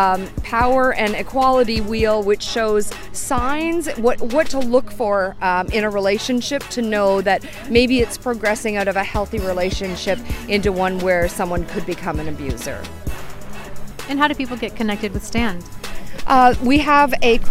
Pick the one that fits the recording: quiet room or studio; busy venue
busy venue